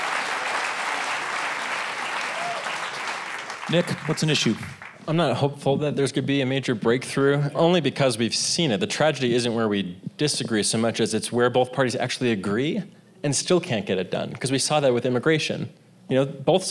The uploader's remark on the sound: The show was recorded live at eTown Hall in Boulder, Colorado.